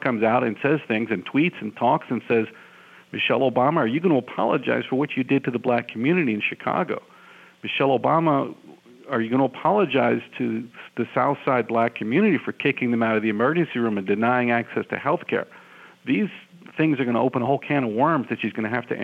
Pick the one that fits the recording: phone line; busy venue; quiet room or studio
phone line